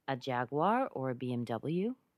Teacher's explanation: She also made a conversational tone when she said Jaguar or BMW. Notice how the tone rose just a little bit.